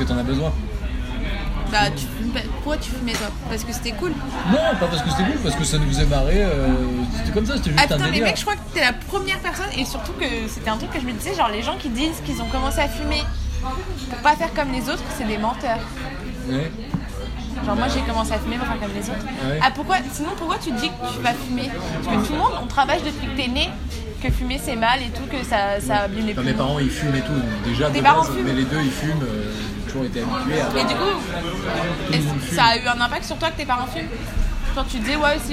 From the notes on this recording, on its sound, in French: La conversation qui va suivre a été enregistrée en mars 2018 à l’iPhone à une terrasse de café. Je vous la livre sous sa forme la plus brute. La qualité n’est donc pas au rendez-vous.